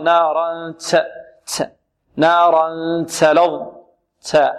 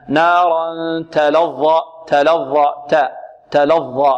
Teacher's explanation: نحذر إذا همسنا التاء أن نأتي بصوت السين · Shown in: second take · Term: الهمس